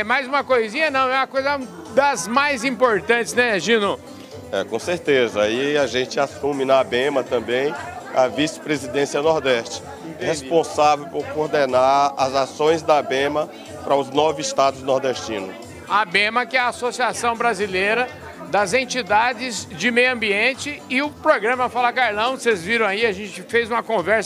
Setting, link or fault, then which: setting, busy venue